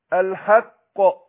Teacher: فهنا القاف سكنت لاجل الوقف، يعني ما اقول ايه ولا تقولوا على الله الا الحق، لما سكنت في الوقف قلقلناها، والقلقلة بتكون أشد في الوقف